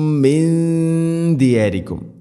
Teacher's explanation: സാക്കിന നൂനിന് ശേഷം ദാല്, നൂനിനെ അവ്യക്തമാക്കി മണിക്കണം. ഇഖ്ഫാം ബിഗുന്ന, മിന്തിയായിരിക്കും.